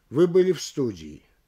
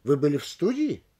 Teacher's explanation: Здесь только интонация поднимает предложение на степень вопроса. · Shown in: second take · Term: вопросительная интонация